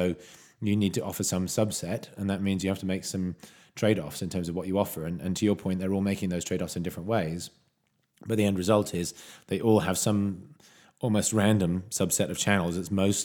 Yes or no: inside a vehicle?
no